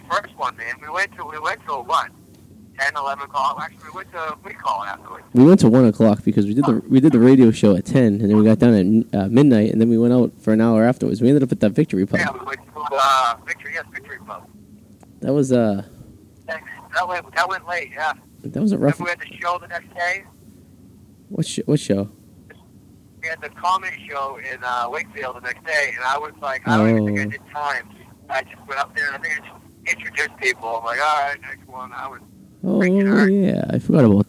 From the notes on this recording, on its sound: Live At the Comfort Inn in Revere. Stuck in traffic on 495 so he phones in the episodes, literally.